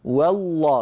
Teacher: والله بترقيق الواو وتفخيم اللام